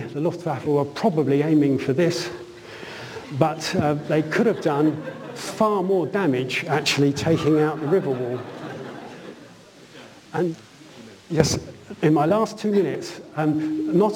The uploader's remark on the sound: UCL Lunch Hour Lecture